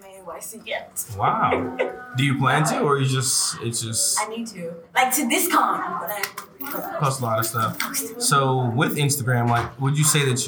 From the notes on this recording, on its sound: Live from the Gaylord Hotel. We found a space in an unlikely setting. During a busy evening during Katsucon. We were live on location of the convention with all types of characters around us.